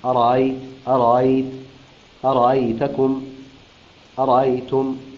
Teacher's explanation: قرأ قالون بتسهيل الهمزة الثانية بينها وبين حرف المد في لفظ أرأيت · Term: التسهيل